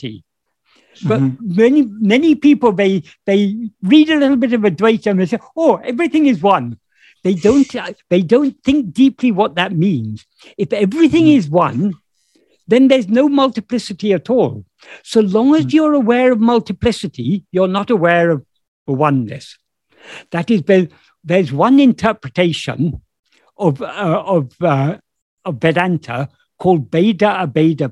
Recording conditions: video call